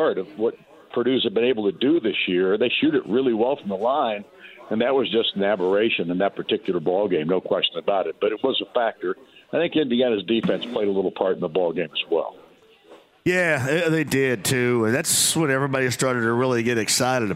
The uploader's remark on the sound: takes some questions from listeners online and through the phones